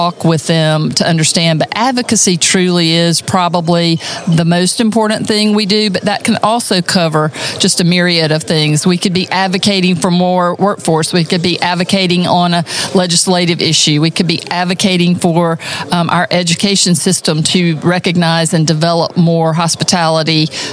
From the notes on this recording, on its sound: This interview took place at the 2023 South Carolina Restaurant & Lodging Association's Marketing and Operations Conference in Greenville, SC.